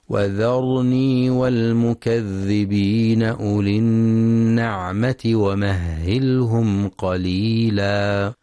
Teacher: ينتبه القارئ لتفخيم الراء في كلمة وذرني ولترقيق الواو والذال